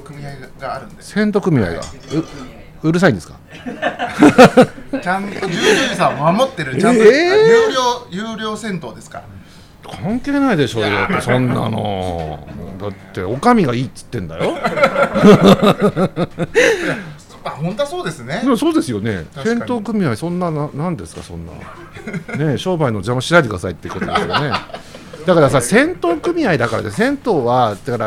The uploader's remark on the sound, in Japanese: 今回は 十條湯 に併設された 喫茶深海 での収録！雰囲気ある店内で自然と会話も弾みます。